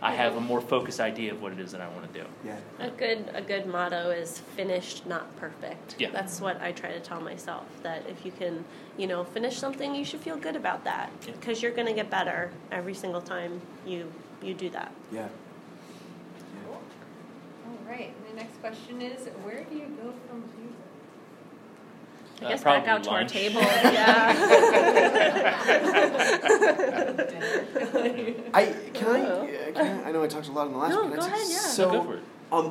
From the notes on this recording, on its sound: Harford County Public Library Comic Con panel